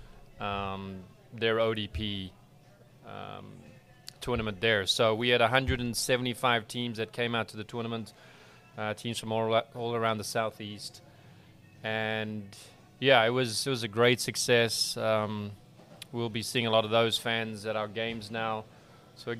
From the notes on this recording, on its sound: Live from Ivy Park Sports Bar and Grill